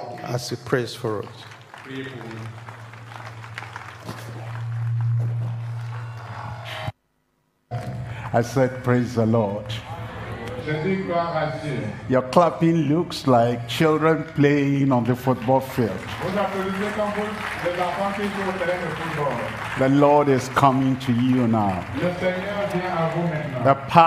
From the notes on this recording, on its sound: live from Douala, Cameroon.